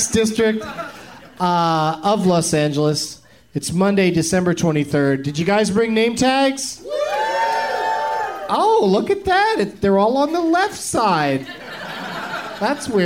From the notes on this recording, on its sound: Live from Cinefamily